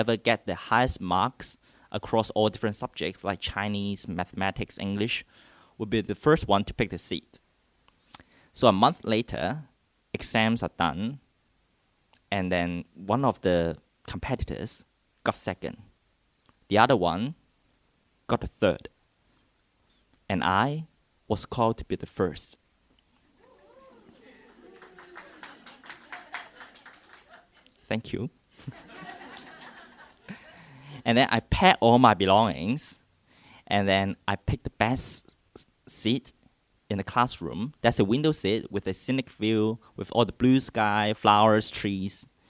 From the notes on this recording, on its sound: This is a true, first person story told before a live audience in Hong Kong.